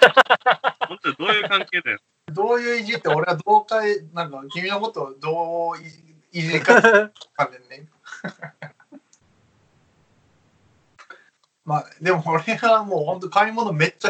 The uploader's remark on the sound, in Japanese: 初のリモート収録